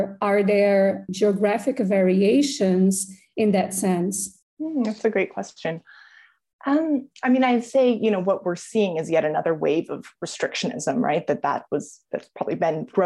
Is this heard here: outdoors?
no